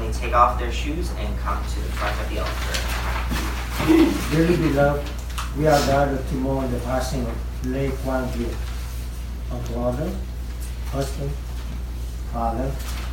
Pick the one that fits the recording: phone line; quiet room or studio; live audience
live audience